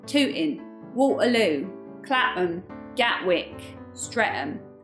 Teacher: we have the place names with glottal sounds. Some people describe it as an absence of sound.